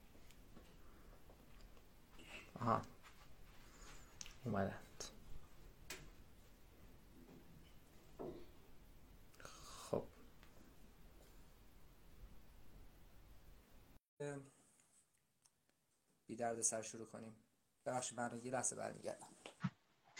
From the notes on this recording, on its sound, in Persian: فایل صوتی اینستالایو